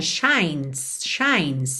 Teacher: Já mesmo na linha de cima, shines. A gente vai do N direto pro S, porque essa letra E não é pronunciada